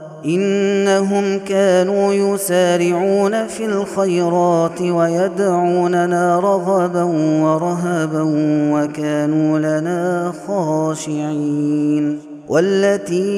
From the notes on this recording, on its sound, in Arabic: هذا التسجيل من صلاة التراويح